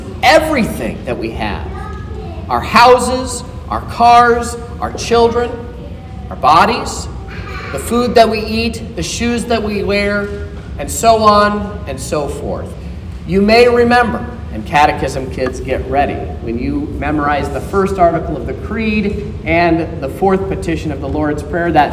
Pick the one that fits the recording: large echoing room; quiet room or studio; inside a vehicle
large echoing room